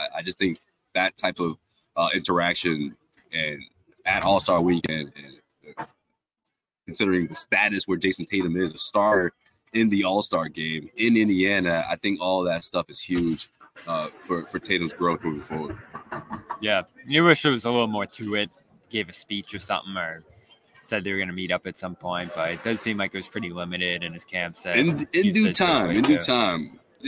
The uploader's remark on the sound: The Garden Report goes live from All-Star Weekend!